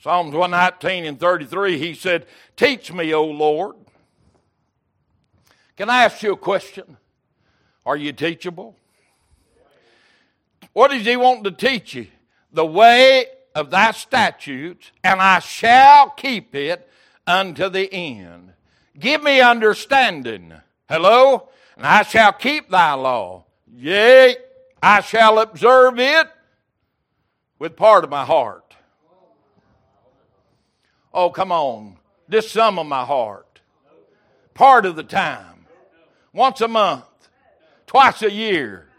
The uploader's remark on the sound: Recorded December 28, 2022 - Wednesday Evening Service